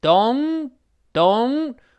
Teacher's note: 那这个 don't 还得注意是双元音 o，再加前鼻音嗯